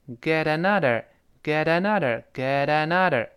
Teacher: Get 和 another，那个 t，碰到了 a，变成 geta，再浊化变成 geta